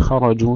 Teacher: ثم خرجوا تفخيم الخاء والراء